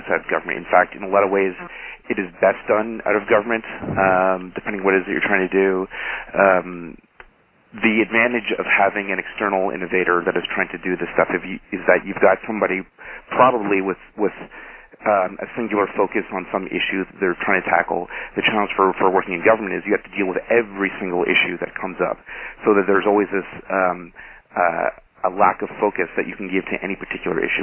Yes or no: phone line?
yes